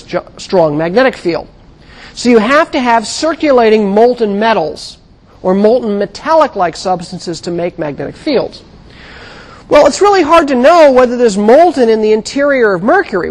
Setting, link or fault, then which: setting, large echoing room